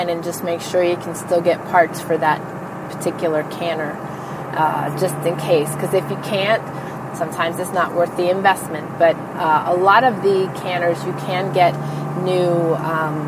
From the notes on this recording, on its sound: I am in my truck so you may hear the hum of the diesel in the background